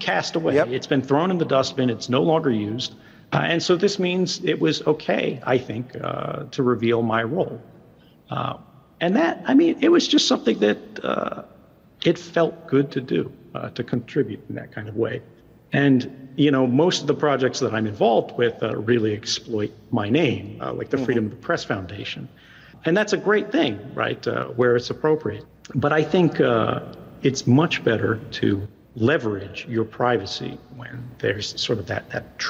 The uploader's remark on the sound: At a Consensus panel from Austin, Texas